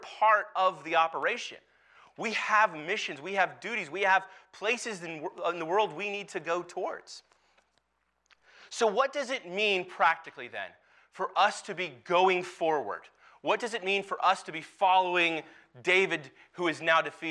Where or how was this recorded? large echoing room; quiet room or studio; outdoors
large echoing room